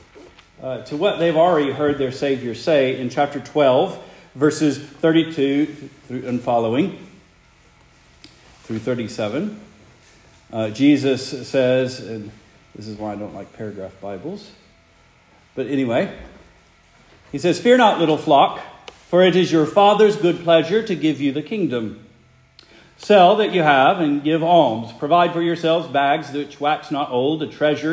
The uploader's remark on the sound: Preached the morning of December 10, 2023, for the Heidelberg Presbyterian Church in Heidelberg, Mississippi.